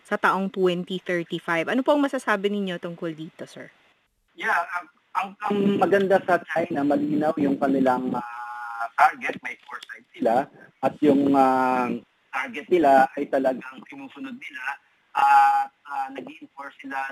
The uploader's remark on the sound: Phone interview ng CMG.